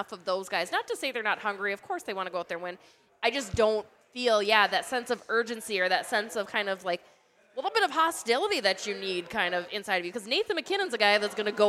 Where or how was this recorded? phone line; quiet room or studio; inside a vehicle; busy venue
busy venue